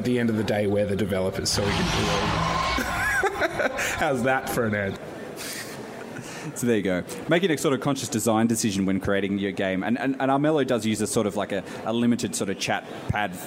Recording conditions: live audience